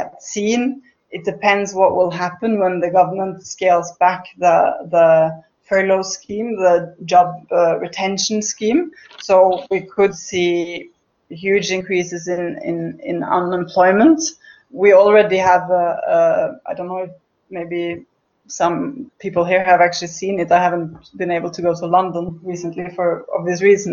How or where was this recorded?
video call